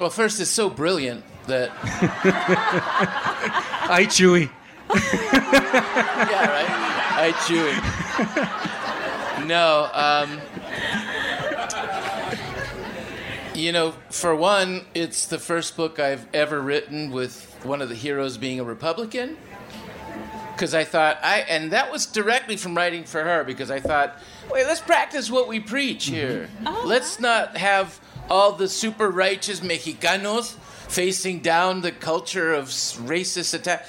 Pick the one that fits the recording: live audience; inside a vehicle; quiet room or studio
live audience